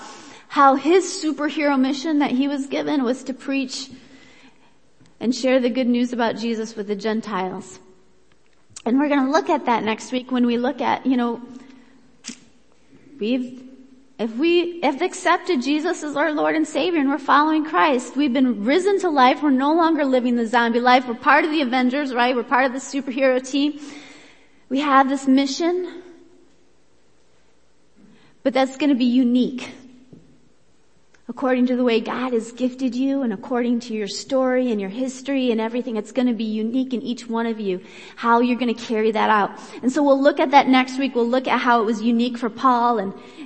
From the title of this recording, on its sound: Worship Service